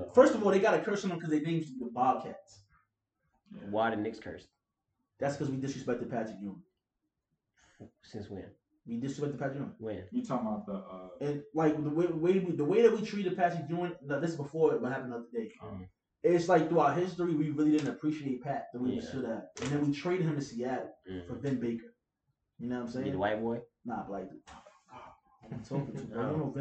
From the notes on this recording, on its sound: When life gives you Mary Jane, you forget to turn the mics on.